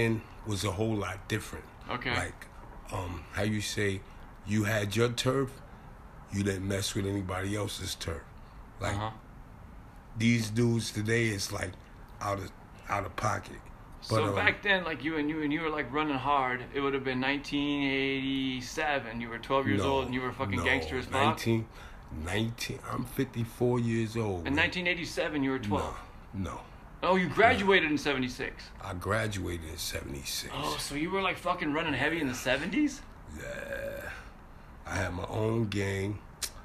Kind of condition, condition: setting, outdoors